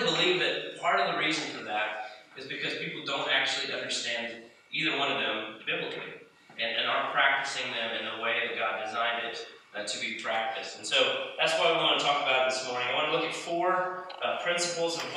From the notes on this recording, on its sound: NOTICE: THIS VIDEO CONTAINS DAMAGED AUDIO RECORDING. If you would like to skip to the portion of the video that contains clean audio, skip to 20:47.